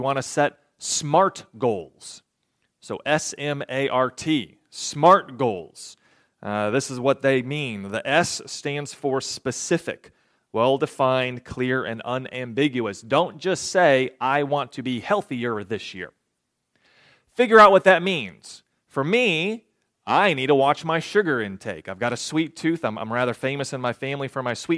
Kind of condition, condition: setting, large echoing room